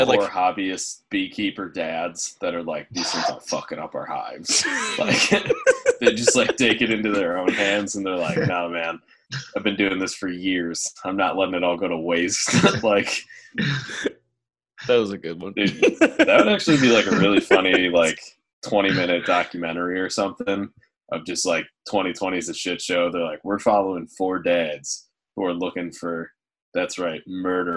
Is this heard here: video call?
yes